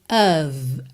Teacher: Essa vogal fica e o F vai ter som de V